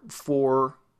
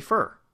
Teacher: when I stressed it, it became for. But when I back off of it, which is normal, it's going to be fur.